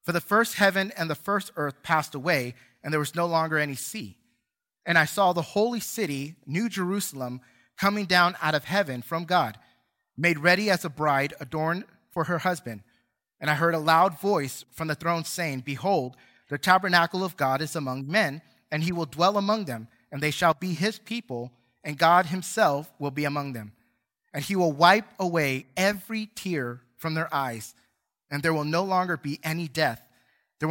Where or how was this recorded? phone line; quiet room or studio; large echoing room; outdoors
large echoing room